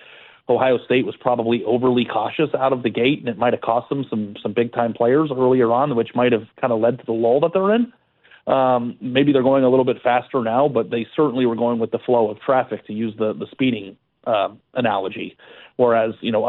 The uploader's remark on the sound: of course we take more of your phone calls.